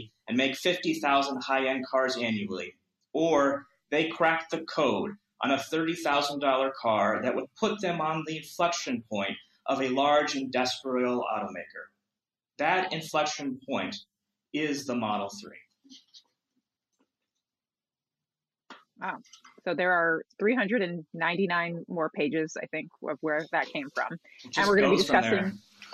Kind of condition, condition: link, video call